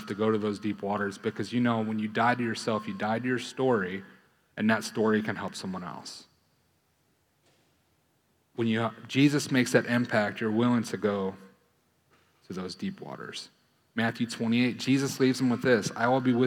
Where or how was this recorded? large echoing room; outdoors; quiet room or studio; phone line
large echoing room